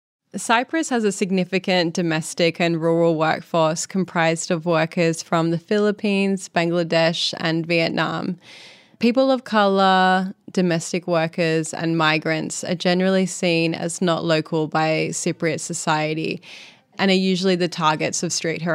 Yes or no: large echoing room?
no